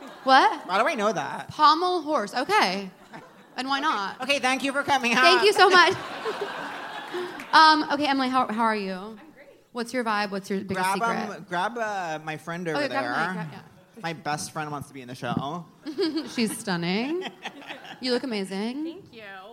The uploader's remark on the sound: live on stage at The Bell House